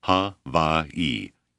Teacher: Accent on second syllable.